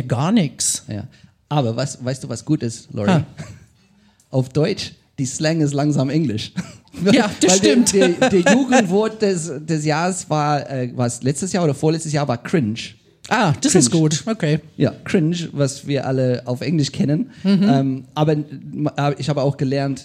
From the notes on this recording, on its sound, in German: Das erste Mal Podcast-Brause live – und dann gleich ein voller Erfolg! In einem ausgebuchten Afterwork.